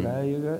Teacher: tu articulas o R com a ponta da língua aqui a bater mais ou menos no palato